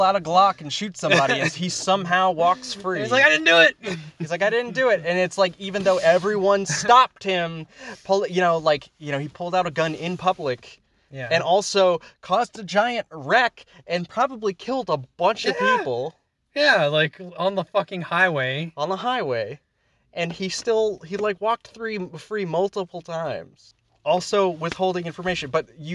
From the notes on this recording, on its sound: We review the batman movie in my car after just watching it in theaters.